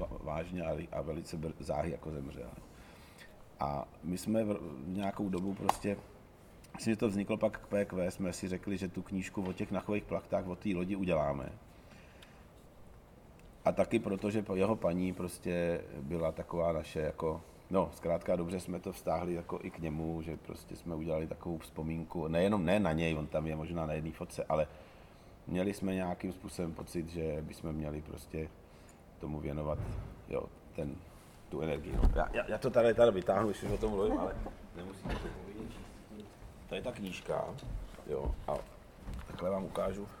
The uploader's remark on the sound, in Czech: Podcast byl nahrán na střeše Divadla Disk v rámci festivalového programu: Dopolední brunche s hosty.